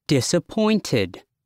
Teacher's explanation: Stress on third syllable.